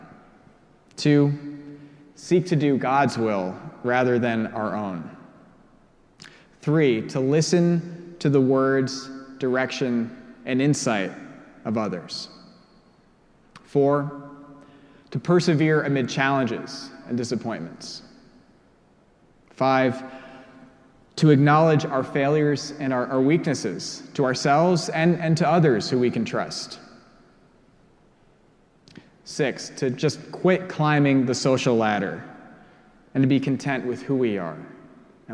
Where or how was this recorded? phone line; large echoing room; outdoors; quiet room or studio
large echoing room